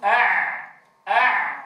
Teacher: أع تهتز الأوتار، إذن هو حرف مجهور